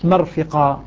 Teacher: مرفقة الراء مفخمة هنا قبل فتحة